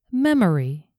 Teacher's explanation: The O in memory is a schwa. It's not memory, or memory, it's memory.